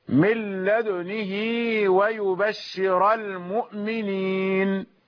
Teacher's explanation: من لدنه في الضم أسكن، أسكن مشمه يعني أسكن مع الإشمام، لد يعني دال ساكنة وفيها إشمام يعني فيها ضم الشفتين إشارة إلى أن الحركة الأصلية ضمة. من لدنه، والهاء هنا هاء صلة تمدها حركتين